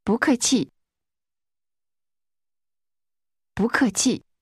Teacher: The tone first rises, then falls twice.